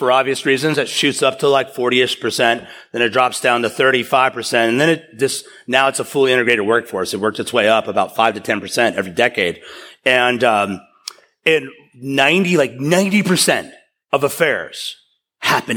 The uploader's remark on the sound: Taken from a sermon series. At East River Church.